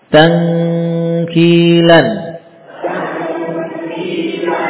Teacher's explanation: Adapun nun ketemu kaf, maka suaranya semuanya berpindah ke hidung, ya. Suara mulut tidak lagi tersisa, ya.